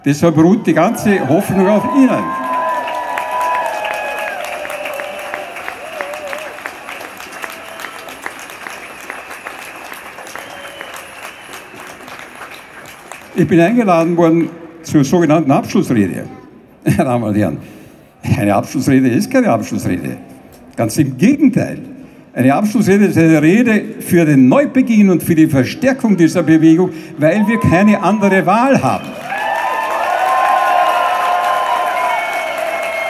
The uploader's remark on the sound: O-Ton Großdemo gegen die Lobau-Autobahn am 2. Juli 2021 in Wien.